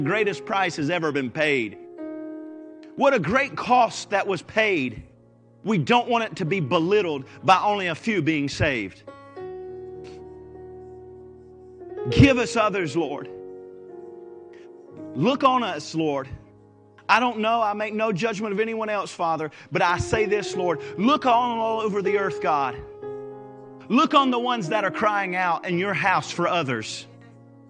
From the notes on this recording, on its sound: Live Service.